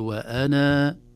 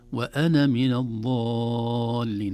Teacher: نثبت الألف وقفا ونحذف الألف وصلا، أقول وأنا، أما في الوصل وأنا من الضالين.